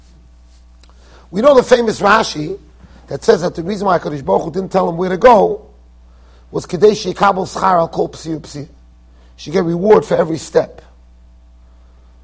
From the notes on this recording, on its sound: Shiur recorded in Yeshivas Ohr Reuven, Monsey NY.